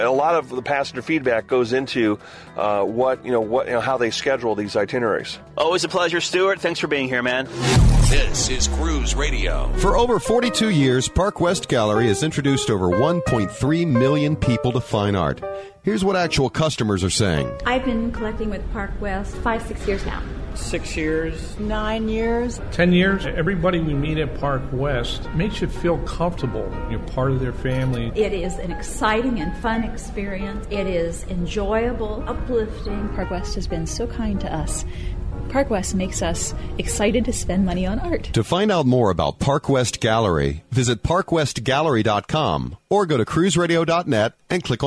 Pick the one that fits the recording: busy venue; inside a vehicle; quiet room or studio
busy venue